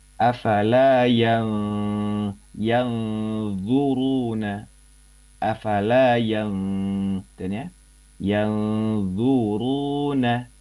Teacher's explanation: Samar dalam artian memposisikan ujung lidah di antara makhrajnya nun dan makhrajnya dha, ya, digantung di antara itu · Term: ikhfa